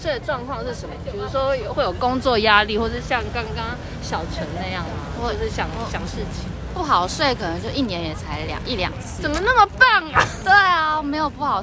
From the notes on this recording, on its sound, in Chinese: 首次街訪。首次席地而坐街頭不收音訪談(含赤裸車聲)。